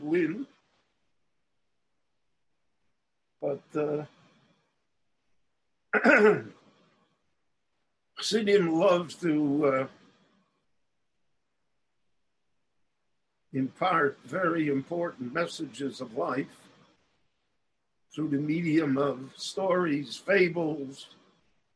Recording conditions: video call